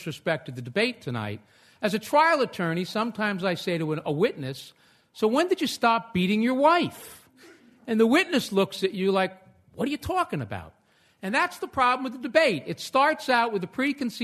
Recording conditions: live audience